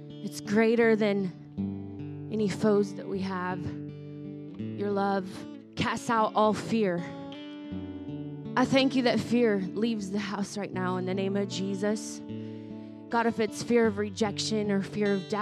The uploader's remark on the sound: was recorded on Sunday, August 13th, 2023, during service at The Anchor Church in Rockport, Maine.